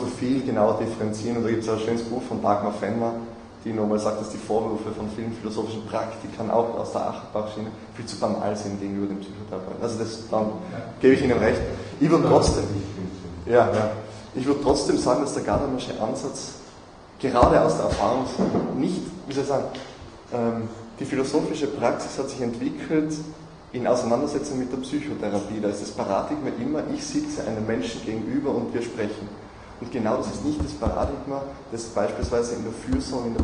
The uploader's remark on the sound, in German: Diskussion zum Vortrag.